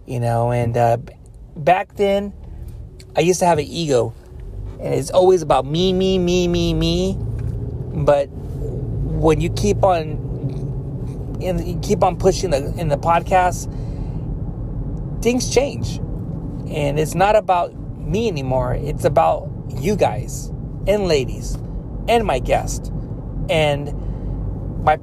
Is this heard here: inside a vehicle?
yes